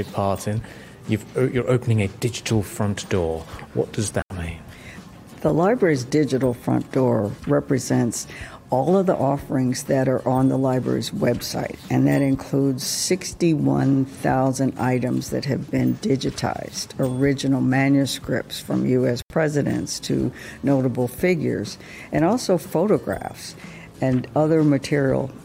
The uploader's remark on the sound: Pulse 95 Live from SIBF 21